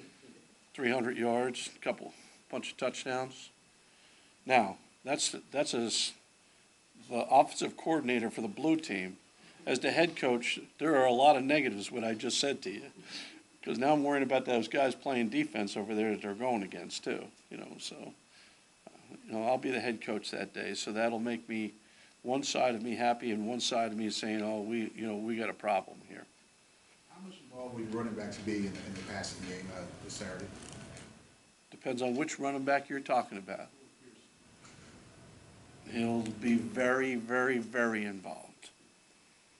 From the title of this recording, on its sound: Press Conferences & Post-Game Interviews